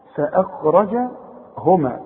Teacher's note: الراء بقى هي المفخمة بقى والخاء برضه مفخمة